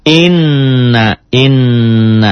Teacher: nanya pendek, n-nya yang didouble, yang ditahan · Term: gunnah